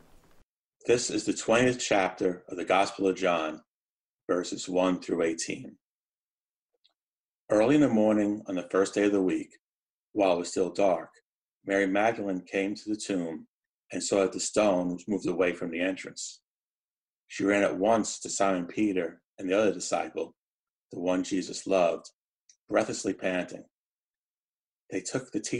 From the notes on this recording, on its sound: An audio file from our Easter Sunday Worship